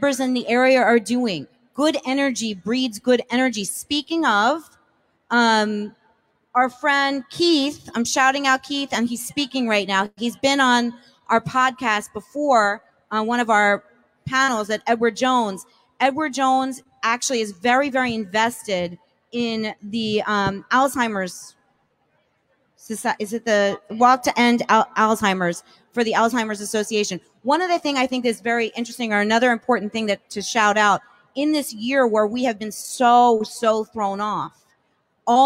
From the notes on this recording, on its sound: Recording Live from the metroburb's favorite block at Bell Works. An incredible panel of hiring & inspiring leaders from Monmouth County.